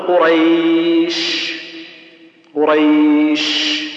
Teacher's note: التفشي هو انتشار الهواء في الفم عند النطق بالحرف اللي هو الشين، زين، تقول قريش قريش، ها بالشكل هذا تحس ان فيه نفس زائد على الهمس، لان عندنا الهمس جريان ايش النفس.